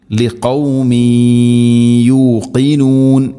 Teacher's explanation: ഖദ് ബയ്യന്നൽ ആയാതി ലിഖൗമി യൂഖിനൂൻ ലിഖൗമി യു തൻവീനു ശേഷം യാ തൻവീനിനെ യാഇലേക്ക് ഇദ്ഗാം ചെയ്ത് അഥവാ മിക്സ് ചെയ്ത് മണിച്ചുകൊണ്ട് ഉച്ചരിക്കണം. ലിഖൗമി യൂഖിനൂൻ ഇങ്ങനെ അവിടെ മണിച്ചുകൊണ്ട് ഓതണം.